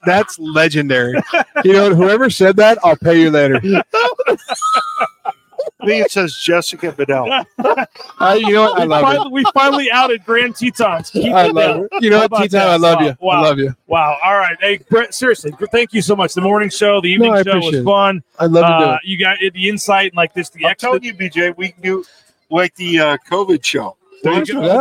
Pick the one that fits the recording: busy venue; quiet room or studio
busy venue